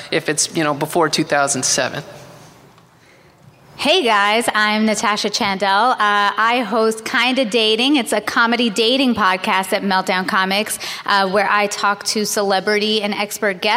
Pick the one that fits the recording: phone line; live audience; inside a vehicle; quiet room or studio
live audience